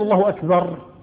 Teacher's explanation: فبعضهم لا ينطق بالراء، لو دققت ماذا يقول لا يقول الله أكبر، ما ينطق بالراء فكأنه يقف عند الباء